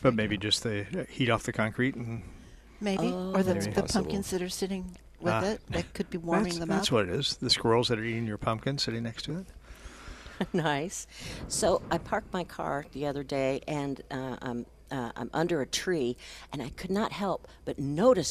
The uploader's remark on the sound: Live at Prairie Gardens